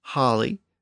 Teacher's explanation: So linguists are confident that this new sound was distinct from the O sound. Ah was raised to aw, but it never quite merged with the O sound.